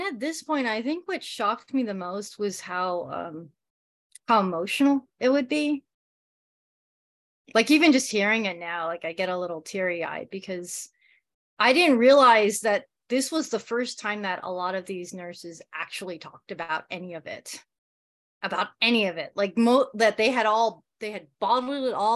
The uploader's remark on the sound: Educator Webinar